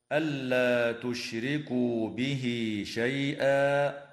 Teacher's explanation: ترقق الراء في كلمة تشركوا لأنها مكسورة